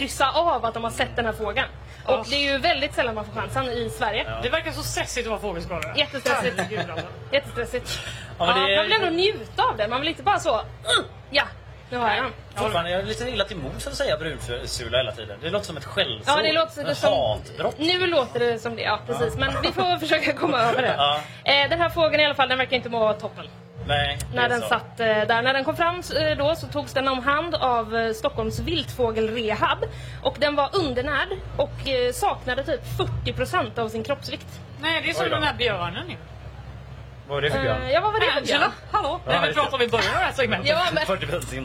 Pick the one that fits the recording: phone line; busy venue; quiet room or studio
busy venue